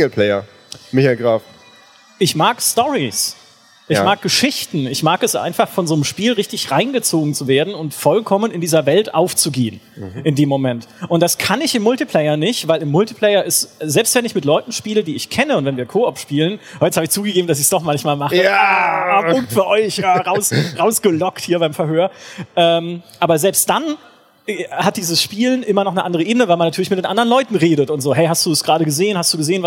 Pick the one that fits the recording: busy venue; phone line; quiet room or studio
busy venue